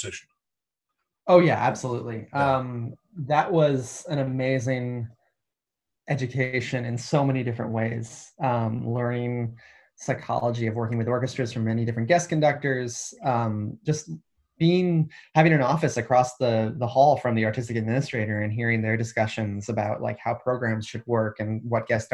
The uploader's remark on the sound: This interview was recorded on 13th July 2020 via Zoom.